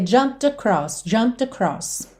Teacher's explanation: O próprio P não aparece, porque olha, P é feito lábio com lábio. Só que o M também é.